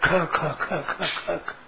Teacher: ये महाप्राण है, इसमें प्राण खर्च ज्यादा होते हैं